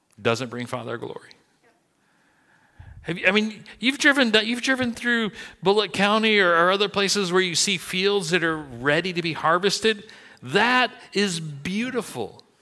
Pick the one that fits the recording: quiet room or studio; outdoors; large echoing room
large echoing room